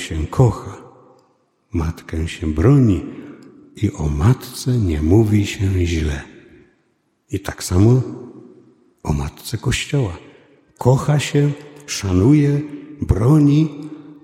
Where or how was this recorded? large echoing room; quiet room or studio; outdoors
large echoing room